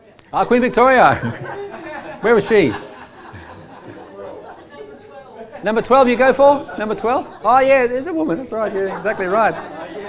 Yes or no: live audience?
yes